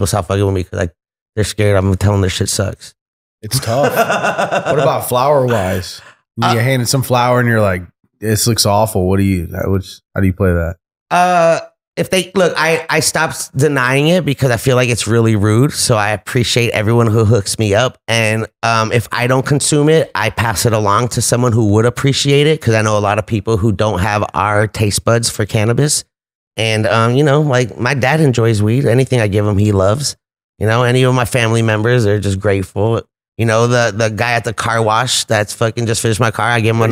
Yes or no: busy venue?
no